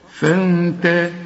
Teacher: طب هي فيه طبعا مرققة، والنون اللي هي بدون تشكيل بعدها التاء، التاء دي من حروف الإخفاء ومرققة، فالغنة هنا مرققة